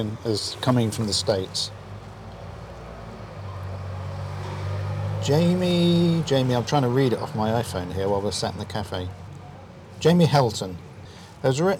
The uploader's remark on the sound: meet in a coffee shop in the seaside town of Hove